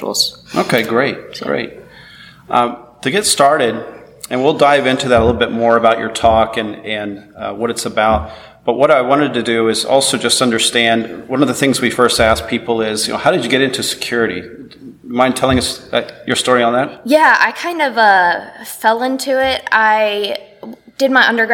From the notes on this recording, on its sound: At the SOURCE Conference in Boston.